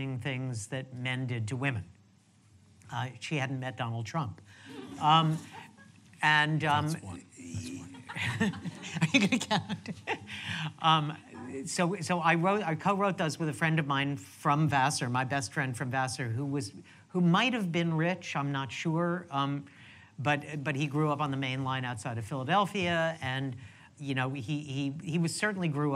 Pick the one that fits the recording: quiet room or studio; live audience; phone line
live audience